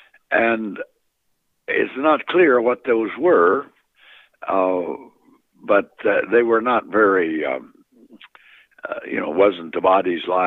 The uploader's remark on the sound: phone interview